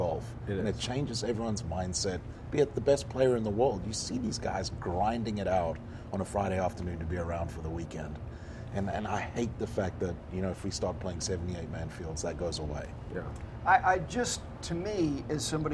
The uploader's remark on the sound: from outside the 15th fairway at Quail Hollow Golf Club prior to the Wells Fargo Championship